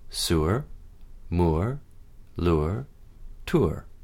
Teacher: In most of North America, it's made with R coloring at the end, but there are some dialects that omit this, and so you would use ur with no R coloring to describe that sound.